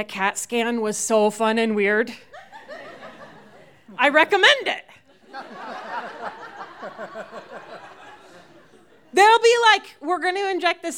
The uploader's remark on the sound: These stories were recorded live at Buntport Theater.